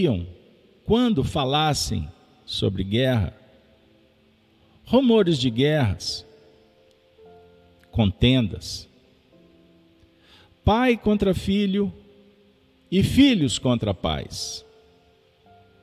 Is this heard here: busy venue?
no